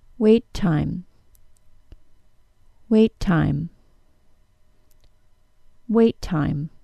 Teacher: Instead, I held the stopped portion of the T sound for extra time. So my tongue went into the position of the T and blocked the air from leaving my mouth. Then it held it for a bit longer than normal. Then I released the sound with the normal T sound puff. · Term: linking